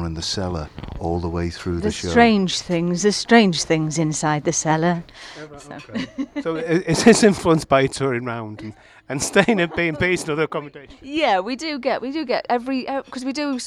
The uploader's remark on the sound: As a band unexpectedly starts up in the background. Just outside the pub, so they go in to shelter from the rain.